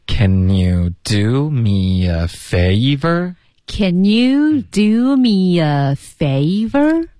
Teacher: favor 双元音一定要滑动。